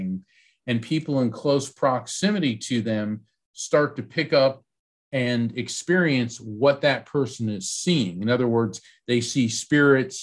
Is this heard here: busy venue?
no